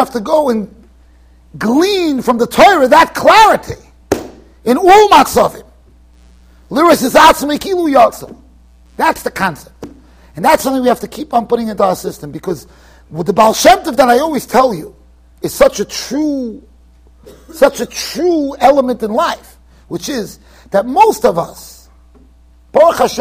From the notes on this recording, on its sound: Shiur recorded in Yeshivas Ohr Reuven, Monsey NY.